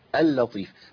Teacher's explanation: بس اللام المشددة لازم الاثنين مرققين